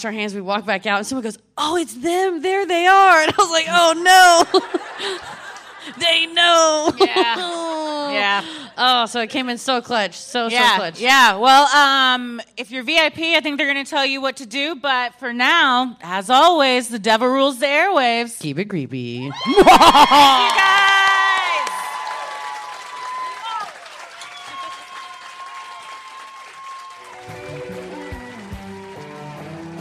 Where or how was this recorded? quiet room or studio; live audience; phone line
live audience